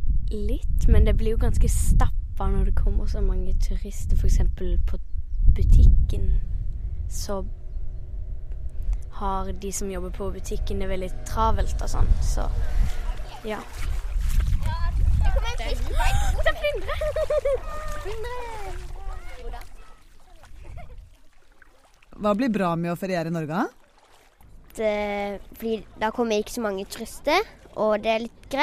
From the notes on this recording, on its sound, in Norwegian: Vi intervjuer fire barn på en bryggei Lindesnes med lyden av bølgeskvulp og båter som vugger på vandet.